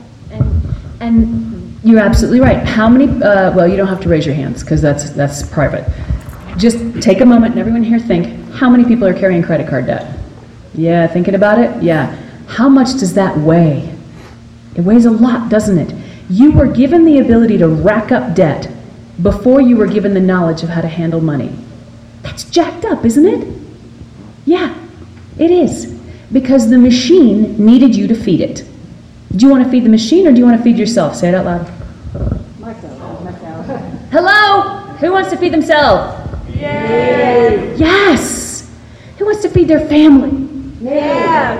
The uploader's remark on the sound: Live from Salt Lake City. Talks to fans live from Salt Lake!